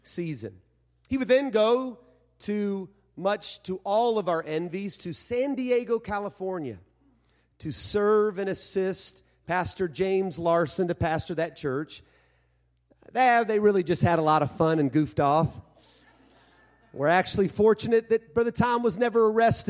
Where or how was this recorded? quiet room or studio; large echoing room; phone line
large echoing room